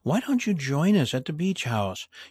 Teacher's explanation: You'll notice my intonation didn't come up because this is an offer. It's an invitation.